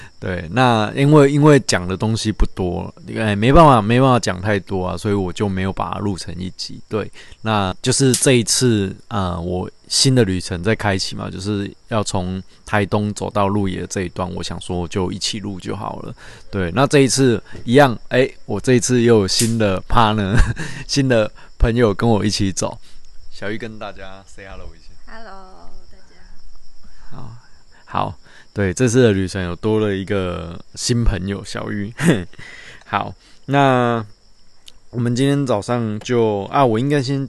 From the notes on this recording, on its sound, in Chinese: 鐵路環島從台東到鹿野。由於會是在旅程途中錄製。錄音品質上麻煩大家多多包涵。